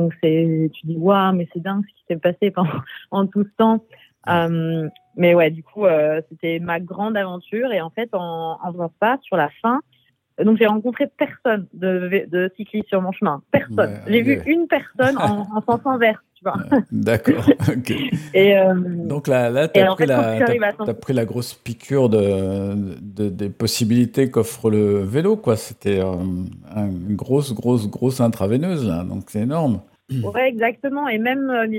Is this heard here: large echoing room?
no